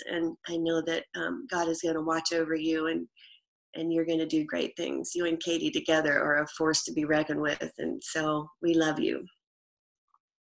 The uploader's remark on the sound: Zoom Sunday